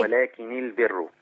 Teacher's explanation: فلما تبقى النون مخففه لما يوصلها ورش بالكلمه اللي بعدها يكسرها · Term: النون مخففة